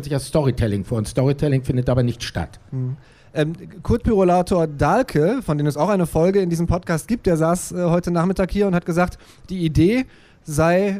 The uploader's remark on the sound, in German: auf dem Pop-Kultur-Festival 2019 gesprochen